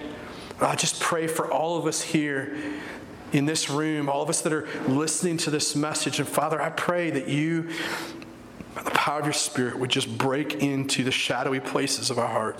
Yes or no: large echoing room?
yes